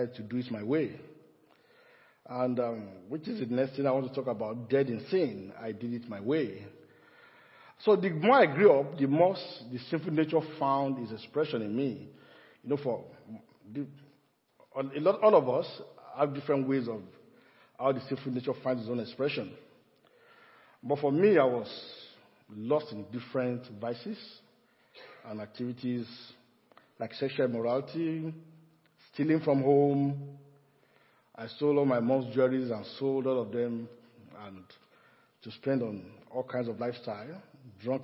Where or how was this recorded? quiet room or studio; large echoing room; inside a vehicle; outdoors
large echoing room